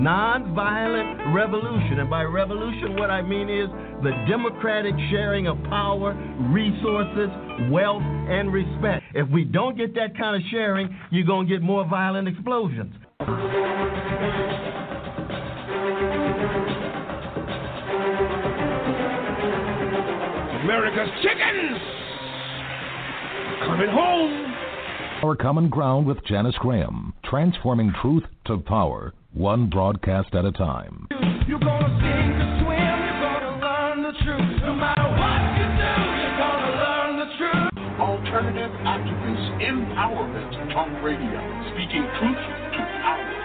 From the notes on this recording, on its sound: Live and Call-In